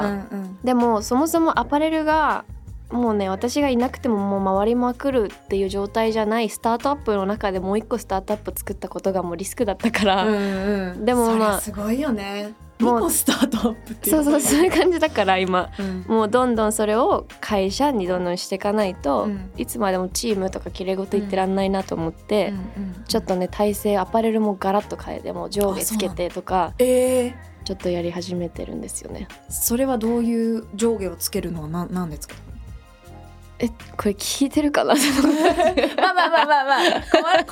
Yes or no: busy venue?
no